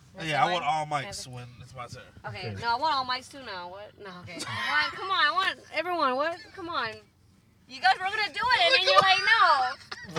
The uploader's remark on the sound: We are in the car. Recorded at Thank You Miami.